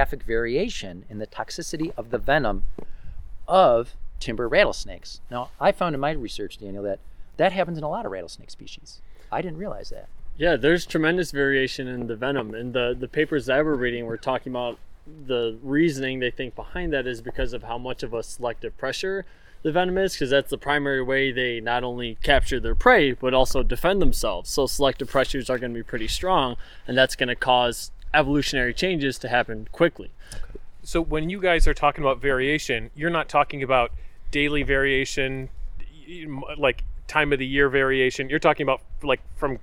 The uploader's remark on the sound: The episode was recorded on December 7, 2023 at Hunters Creek County Park in East Aurora, NY.